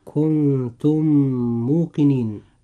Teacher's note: الكلمة الأولى تنتهي بحرف الميم الساكن، أما الكلمة الثانية وهي كلمة موقنين تبدأ بحرف الميم المتحرك، فإذا جاء حرف الميم المتحرك بعد ميم ساكن فوجب هنا إدغام، ويسمى إدغام مثلين صغير